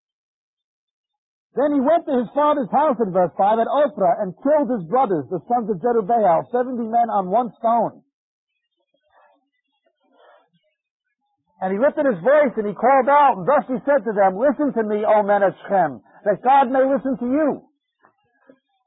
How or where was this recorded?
large echoing room